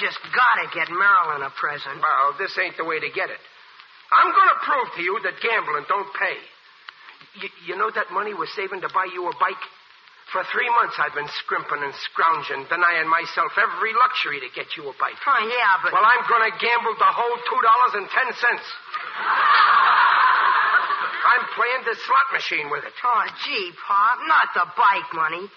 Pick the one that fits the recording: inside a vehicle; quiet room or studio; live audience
live audience